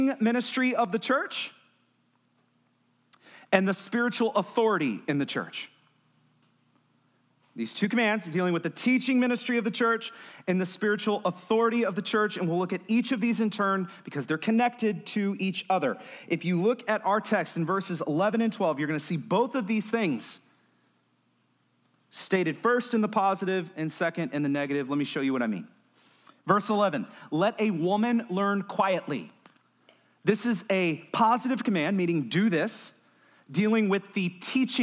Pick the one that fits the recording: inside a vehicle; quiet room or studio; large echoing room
large echoing room